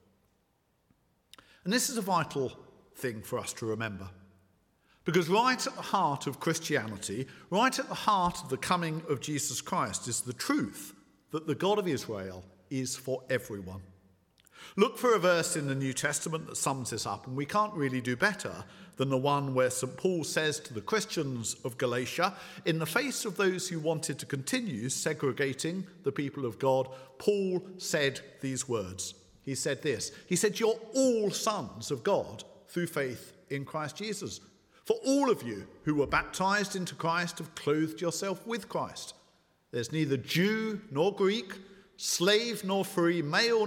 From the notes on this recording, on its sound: at the 11 o'clock service